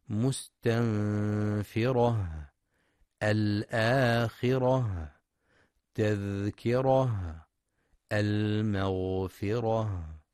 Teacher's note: المستمعون الكرام، في رؤوس الآيات الأخيرة من سورة المدثر ختمت بعض الكلمات بالتاء المربوطة ونقف عليها بالهاء، فليحرص القارئ لتوضيح مخرجها من أقصى الحلق، ويراعي صفة الهمس بجريان النفس عند النطق بحرف الهاء نحو مستنفرة الآخرة تذكرة المغفرة.